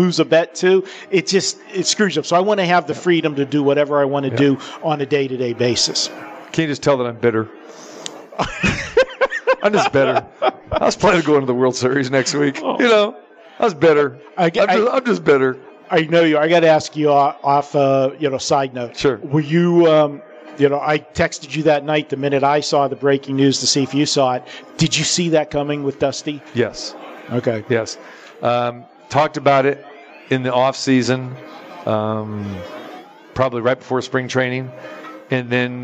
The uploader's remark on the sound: Live from the Super Book at Westgate Las Vegas